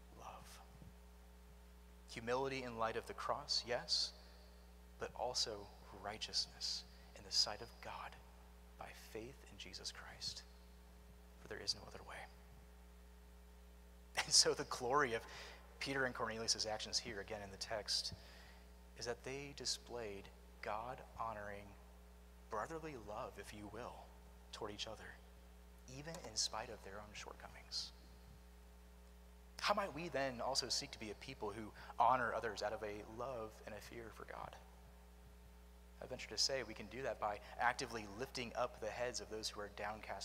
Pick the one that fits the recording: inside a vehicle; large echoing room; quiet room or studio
large echoing room